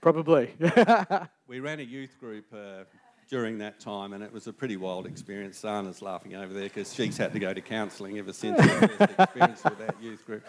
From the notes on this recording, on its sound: A special celebration service celebrating 60 years at Geraldton baptist church. Recorded Live on 2nd April 2023.